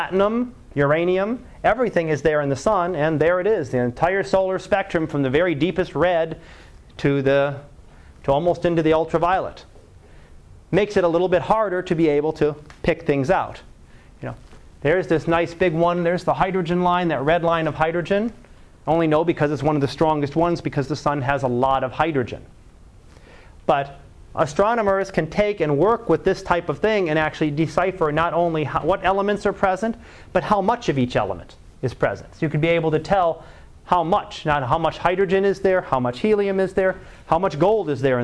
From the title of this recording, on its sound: Live Class Lecture